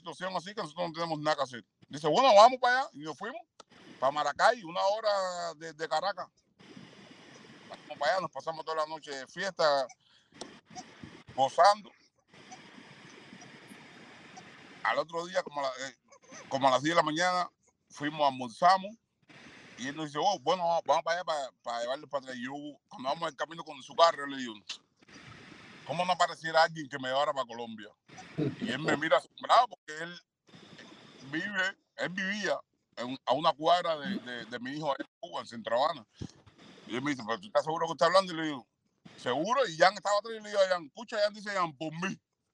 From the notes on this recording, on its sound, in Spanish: A pesar de la mala calidad del audio debido a problemas técnicos con la conexión.